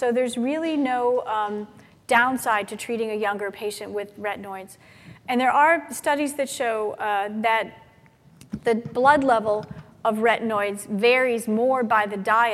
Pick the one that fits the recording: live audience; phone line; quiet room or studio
live audience